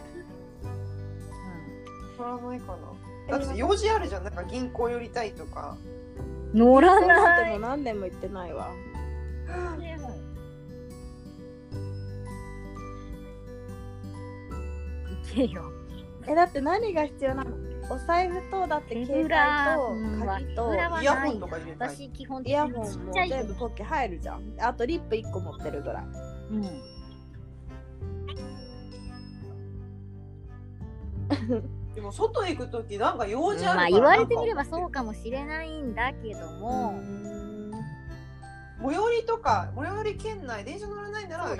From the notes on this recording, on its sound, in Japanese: 撮影環境が不安定だったため、若干雑音が多く申し訳ございません！